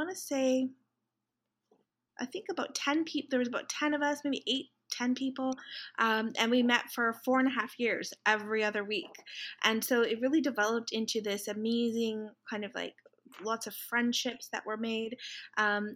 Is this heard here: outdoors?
no